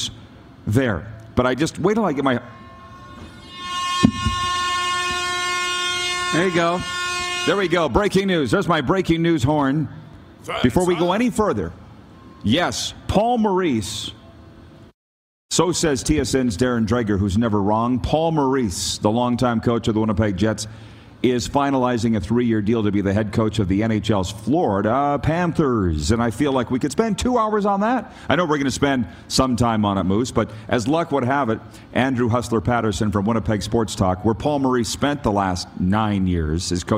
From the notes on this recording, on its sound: Coming to you live from Calgary, Alberta at the Grey Eagle Resort and Casino